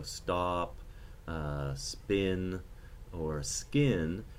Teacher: S sucks out the aspiration of these stop plosives.